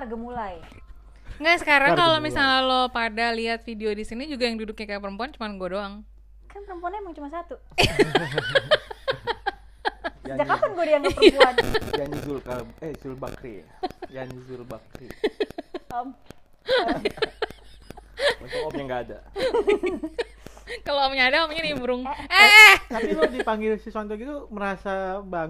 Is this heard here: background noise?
yes